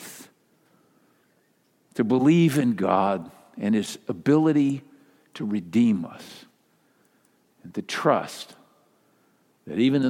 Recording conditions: large echoing room